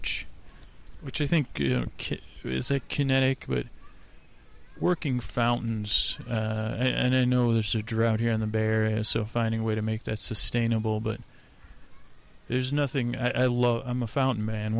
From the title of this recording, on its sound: On Location at Golden Gate Park